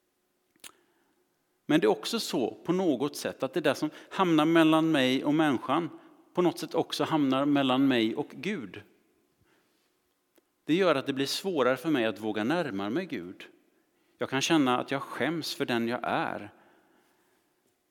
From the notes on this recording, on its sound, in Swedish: Inspelning från Immanuelskyrkan Skövde.